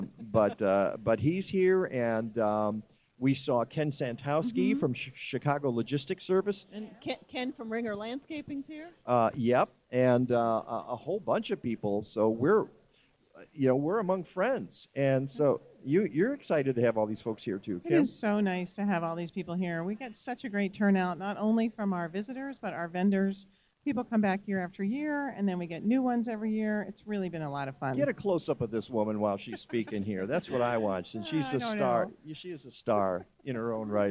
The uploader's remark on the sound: Live from the 10th Anniversary Green Living Expo at McHenry County College!